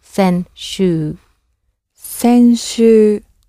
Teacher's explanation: when you say the word for week, you give it a long oo